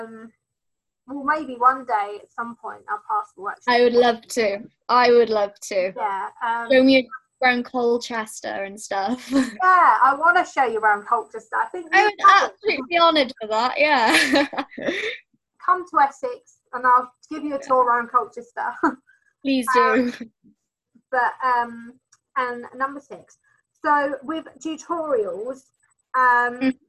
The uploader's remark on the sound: Zoom Chat Meeting. This time being able to chat using zoom so we could see each other finally. Zoom being a online chat meeting app.